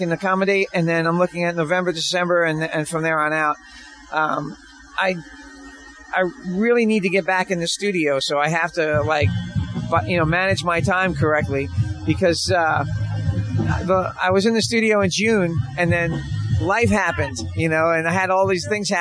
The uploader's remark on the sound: We are still broadcasting from The Sanford Music Festival.